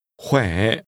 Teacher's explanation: Is pronounced with a tone which first falls, then rises.